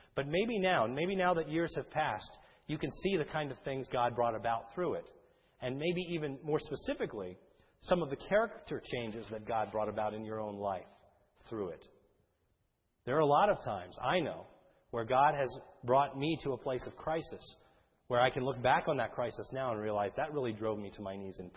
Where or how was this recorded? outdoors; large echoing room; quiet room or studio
large echoing room